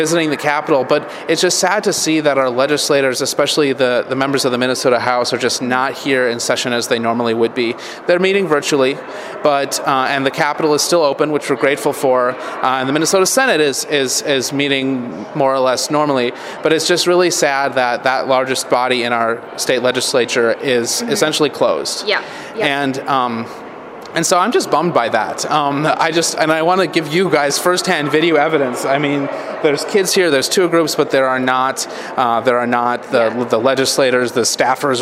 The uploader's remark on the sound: broadcast live from the Minnesota State Capitol!